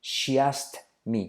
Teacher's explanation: la K se omite.